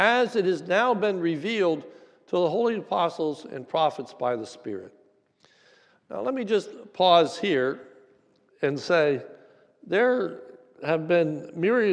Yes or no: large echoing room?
yes